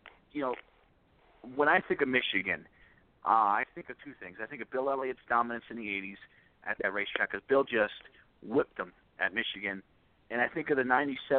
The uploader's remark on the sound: we take your phone calls